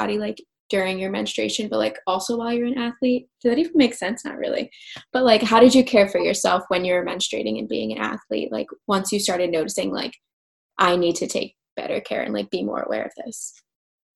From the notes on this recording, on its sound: Bare with my zoom audio